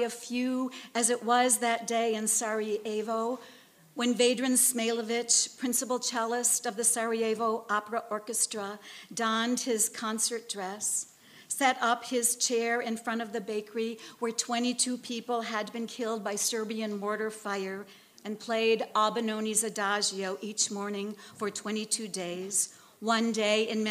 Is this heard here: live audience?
yes